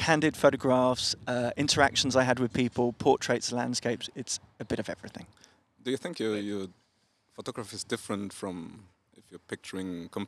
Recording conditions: outdoors